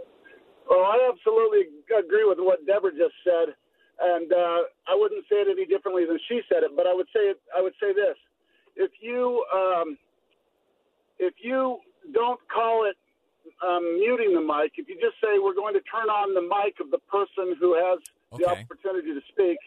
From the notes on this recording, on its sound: takes live calls at 2:35